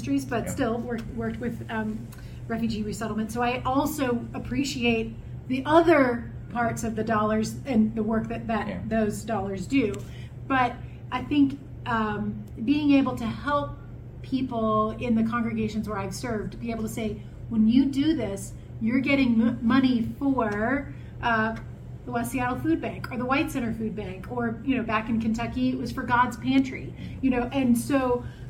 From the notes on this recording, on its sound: Episode 109 was recorded at the West Seattle food bank, so the quality of the recording is below.